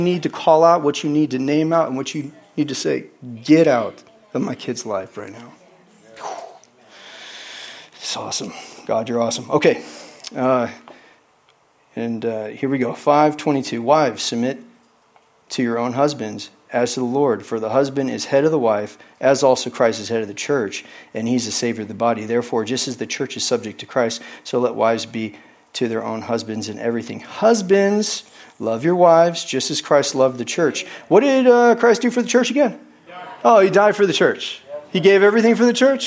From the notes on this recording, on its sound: is from the Wednesday service on June 14, 2023 at Harvest Bible Church in Stockton, CA.